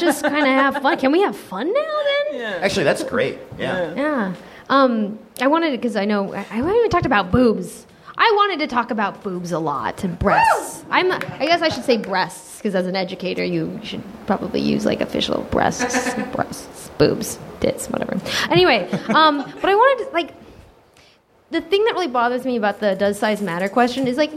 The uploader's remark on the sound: live at NerdMelt!